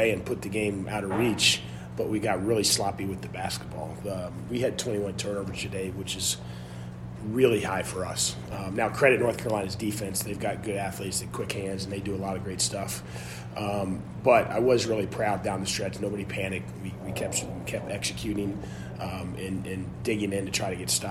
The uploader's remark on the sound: Uncut audio primarily from Ohio State press conferences, but also from individual interview sessions. It's a joint press conference.